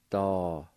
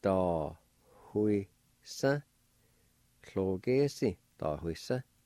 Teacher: On the second part, there can be a faint H sound right between the A and W.